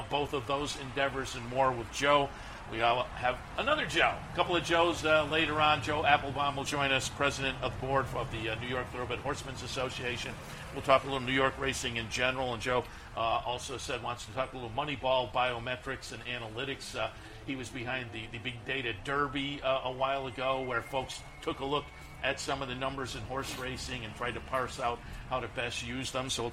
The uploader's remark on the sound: live from Saratoga Race Course